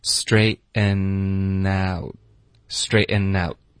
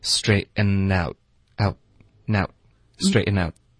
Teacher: 你的 straighten 结尾呢有一个 n 的音，你的舌尖会顶上颚发这个鼻音，它就连读到 out 啊。 Straighten out, straighten out,就这么简单。That's it. Straighten out.对，这个 n 的音要连到 out. Straighten out